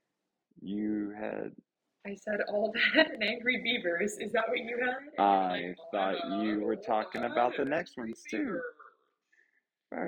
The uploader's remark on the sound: We are just in an all-out-brawl with our audio tech. The good news is, by the end of this episode, we got it all worked out.